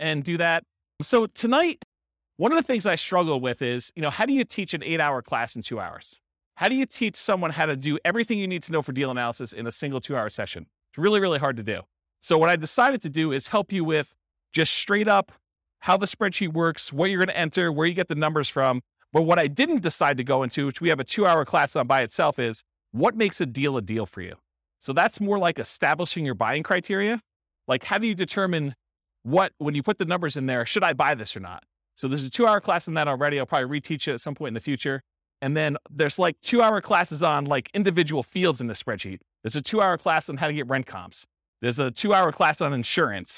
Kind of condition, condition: setting, live audience